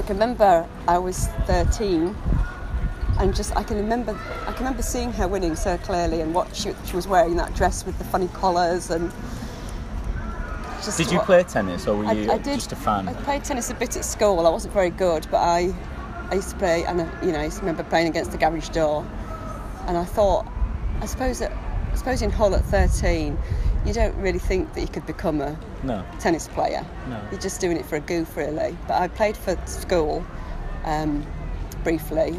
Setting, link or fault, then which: setting, outdoors